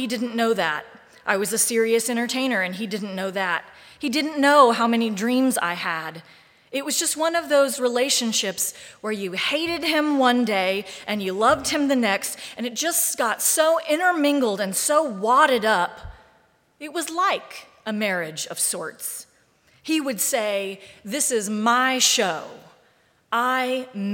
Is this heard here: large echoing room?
yes